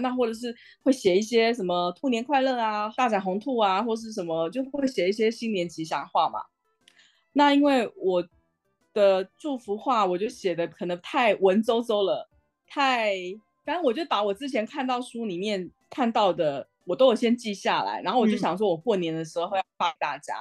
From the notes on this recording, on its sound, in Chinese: 透過連線的方式來進行錄音。如果音質上有任何的不穩定再請大家多多包涵。